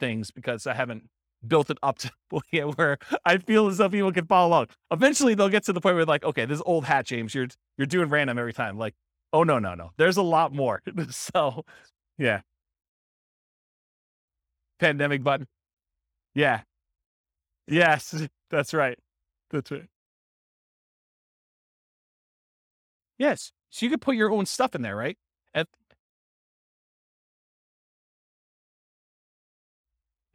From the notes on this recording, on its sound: This was a live class recorded to give investors a solid overview of the house hacking real estate investing strategy. The live in-person version.